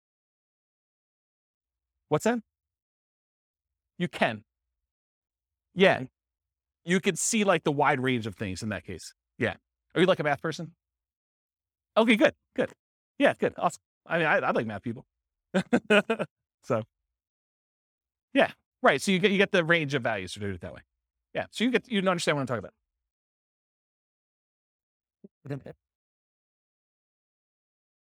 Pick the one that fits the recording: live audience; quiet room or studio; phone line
live audience